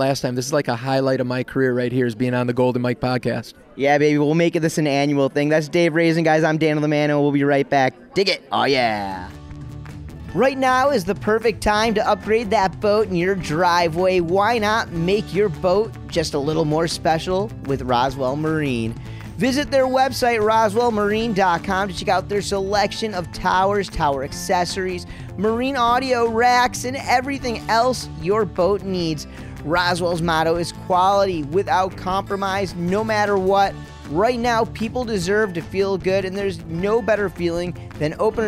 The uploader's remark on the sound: stops by the 2020 Wisconsin Think Tank Water Ski Convention & Expo